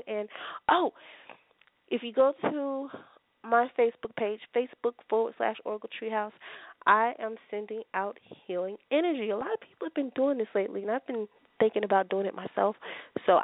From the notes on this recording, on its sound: I will also be taking your calls for free live on air one question readings.